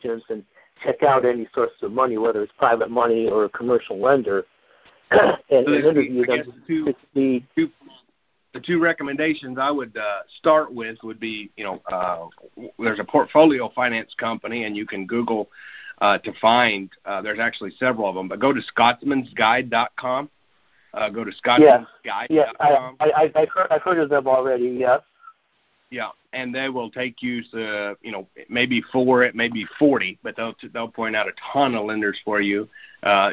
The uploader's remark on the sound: Gold Club Q&A Call.